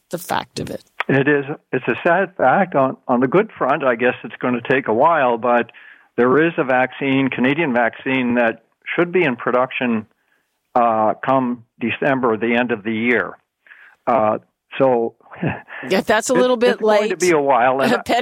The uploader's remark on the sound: Listeners call. Zoomer Radio.